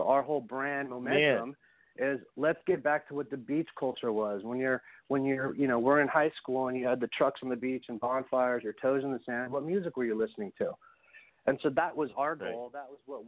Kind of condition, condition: link, phone line